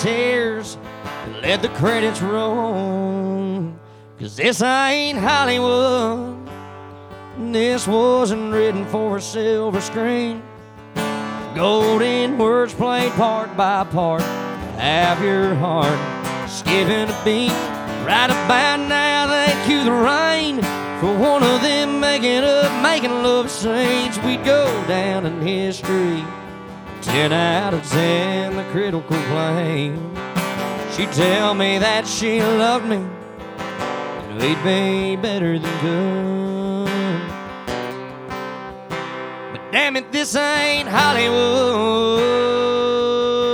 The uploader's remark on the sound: Rounds At Live Oak In Nashville